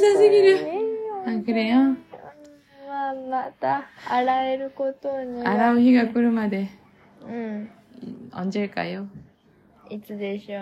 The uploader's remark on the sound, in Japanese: ティーンエージャーの叫びを生活雑音と一緒にお聴きください。